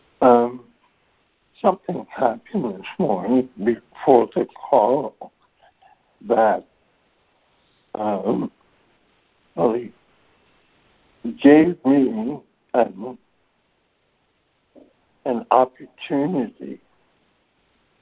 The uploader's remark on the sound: ACIM Daily Conference Call